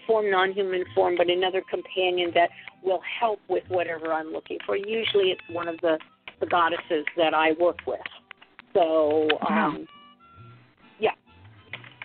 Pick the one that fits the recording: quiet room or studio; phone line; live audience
phone line